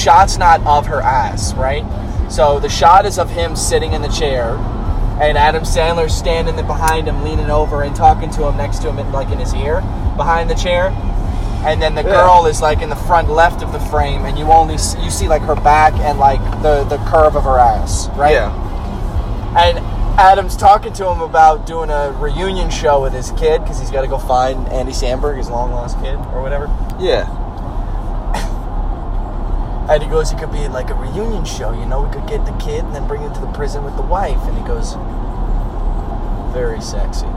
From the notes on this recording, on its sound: driving and laughing some more in this one!